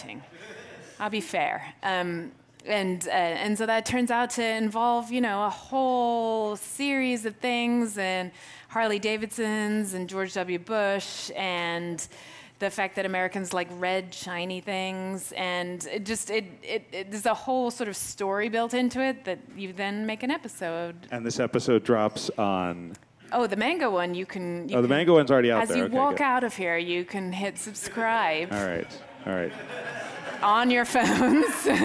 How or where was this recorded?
busy venue